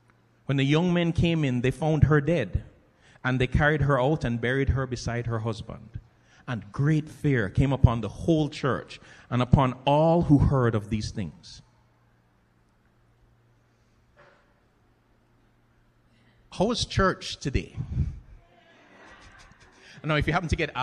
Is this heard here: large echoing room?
yes